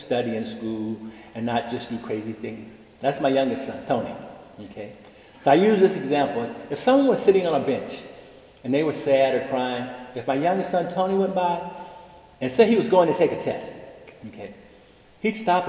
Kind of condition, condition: setting, large echoing room